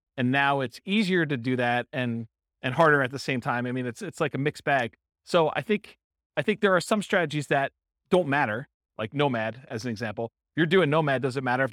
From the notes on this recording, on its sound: Real estate investors and real estate entrepreneurs in Hampton, Virginia. This was a live class recorded to give investors a solid qualitative overview of all the different real estate investing strategies.